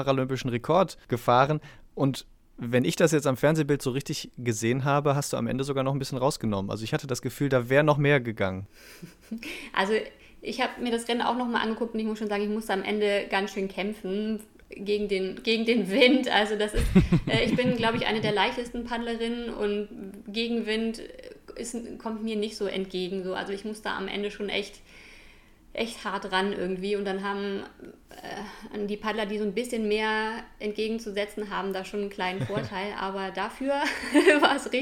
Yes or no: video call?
no